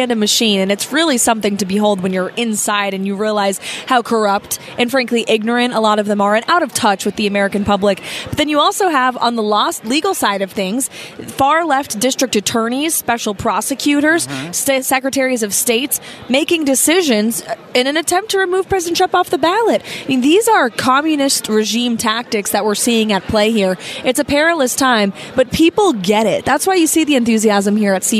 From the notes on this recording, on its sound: LIVE from CPAC in Washington D